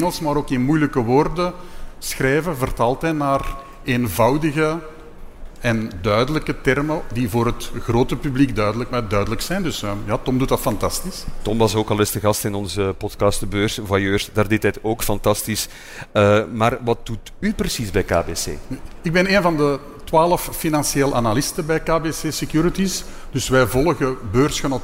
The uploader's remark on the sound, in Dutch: De Beursvoyeurs waren live te bewonderen op Finance Avenue.